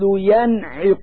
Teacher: فالنون الساكنة في كلمة ينعق تظهر لوجود العين بعدها · Term: الإظهار